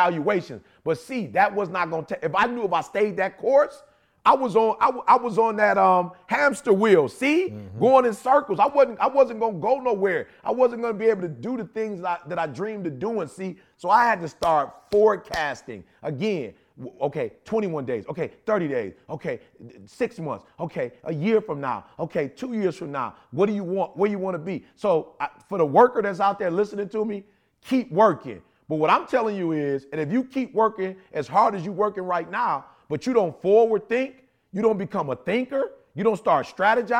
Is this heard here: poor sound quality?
no